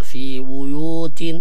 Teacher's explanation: في بيوت لا بد من ضم الباء والياء معا